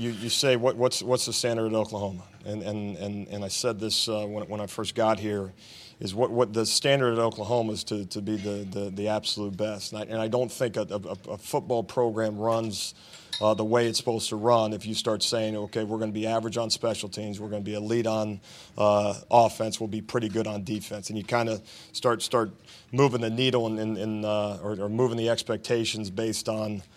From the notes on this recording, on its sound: Media Day Recap. The entire press conference from both coaches.